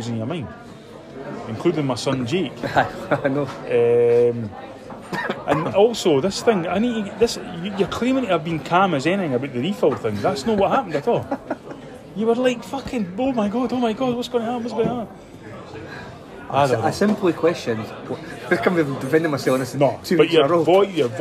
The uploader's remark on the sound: Record a live show in Edinburgh.